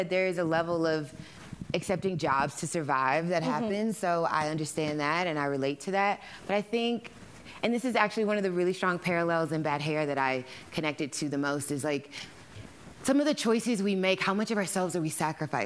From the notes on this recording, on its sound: Close Up with the Hollywood Reporter Live: Indie Actors. In front of a live audience at the SundanceTV HQ on Main Street in Park City, UT during the 2020 Sundance Film Festival.